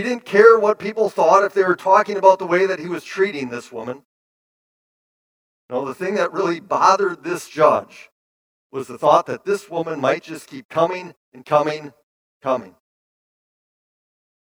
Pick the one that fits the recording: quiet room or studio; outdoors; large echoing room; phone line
large echoing room